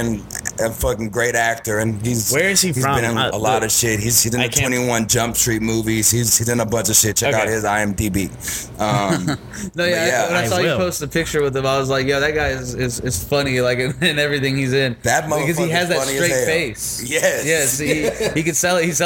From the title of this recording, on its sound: Live at Axelrad